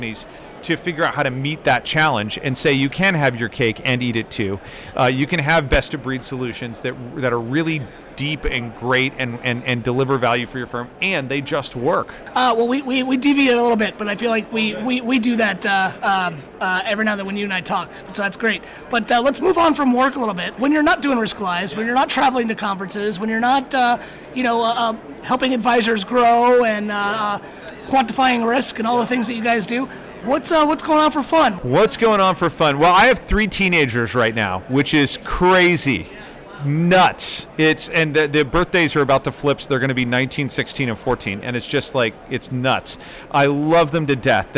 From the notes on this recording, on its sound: Special episode from T3. Live from the T3 floor expo floor.